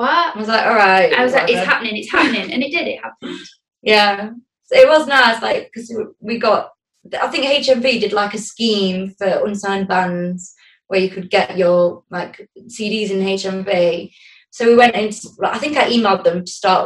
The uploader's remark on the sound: Recorded on May 26th on Zoom.